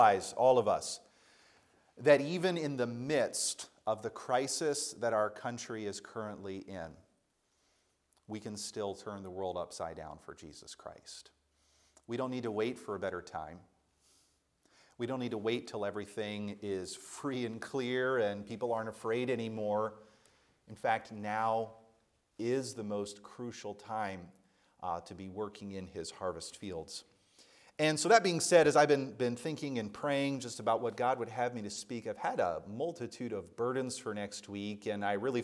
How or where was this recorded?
large echoing room